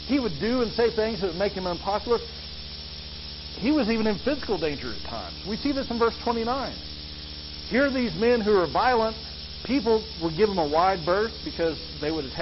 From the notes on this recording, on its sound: sorry for the audio quality